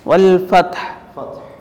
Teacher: നമ്മൾ ഫത്ഹ് എന്നതിൽ അവസാനിപ്പിക്കുമ്പോൾ രണ്ട് കൽക്കലത്തില്ലാത്ത അക്ഷരങ്ങൾ ഒരുമിച്ച് വരുന്നുണ്ട്, തഉം ഹഉം. അതെ, അപ്പം അത് നമ്മൾ വാക്കഫ് ചെയ്യുമ്പോൾ നന്നായി ശ്രദ്ധിച്ചിട്ട് തന്നെ കൈകാര്യം ചെയ്യണം.